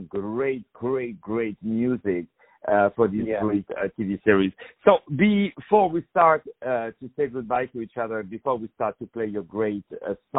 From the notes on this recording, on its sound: On the phone